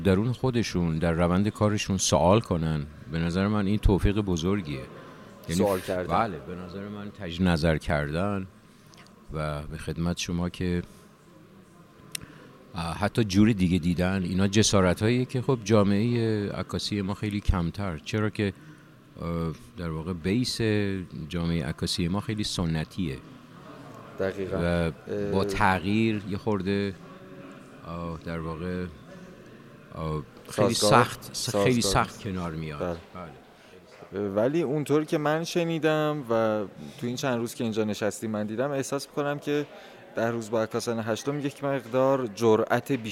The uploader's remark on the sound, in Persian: این گفت و گو به صورت زنده در خانه هنرمندان ایران ضبط شده است.